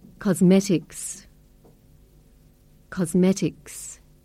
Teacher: Perfume has two syllables, per-fume, and the first syllable is stressed, perfume. Cosmetics has three syllables, cosmetics, and the second syllable is stressed.